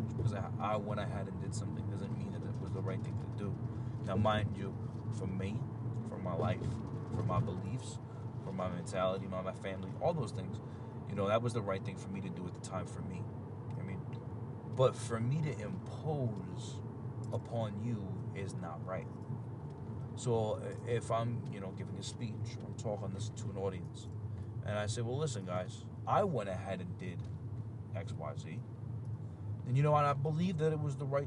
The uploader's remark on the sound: Just a random rant apologize for the sounds of driving on the road.